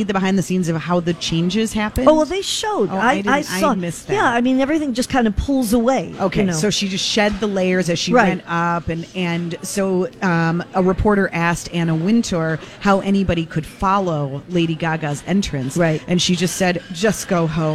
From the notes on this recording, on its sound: Live at General Store of Minnetonka for Mother's Day weekend.